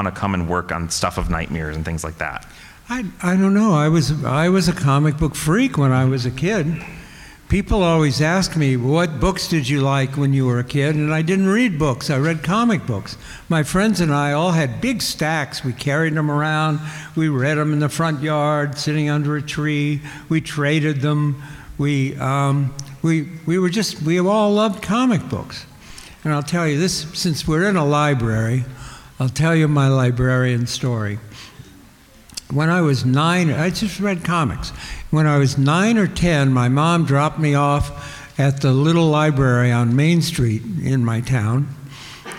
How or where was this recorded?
live audience